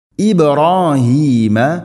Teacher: ഇബ് ബാഇനെ ഖലഖല ചെയ്യണം, ശരിക്കും കേൾക്കണം